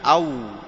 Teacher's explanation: فالواو من الشفتين بانضمامهما